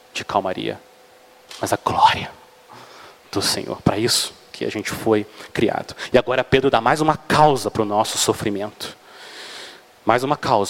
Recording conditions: large echoing room